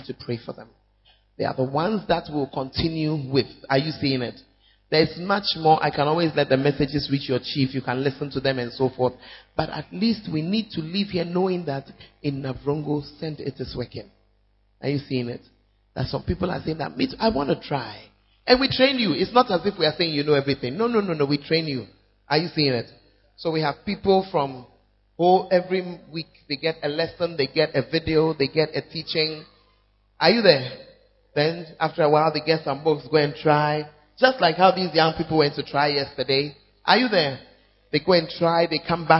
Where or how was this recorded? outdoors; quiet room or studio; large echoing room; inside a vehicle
large echoing room